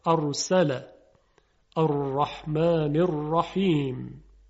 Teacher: یک حالت تکرار و ارتعاش در سر زبان یا لرزش ایجاد میشه